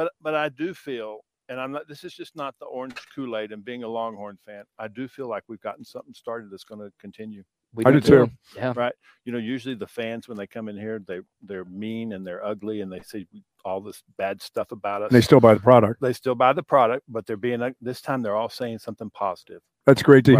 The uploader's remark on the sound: LIVE from Sue Patrick on Burnet Rd!